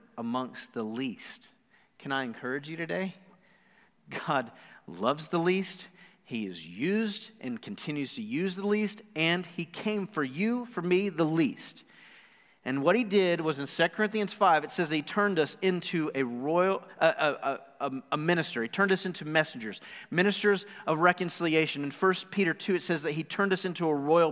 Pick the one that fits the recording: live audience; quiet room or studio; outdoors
live audience